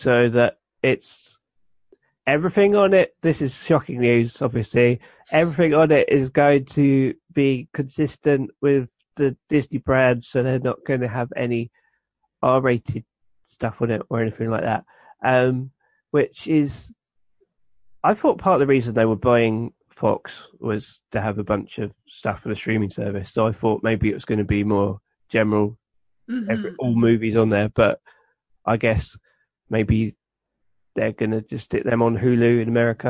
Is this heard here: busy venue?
no